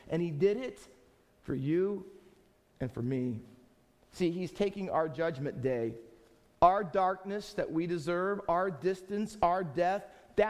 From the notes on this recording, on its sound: Faith Baptist Church in Hamilton, NJ.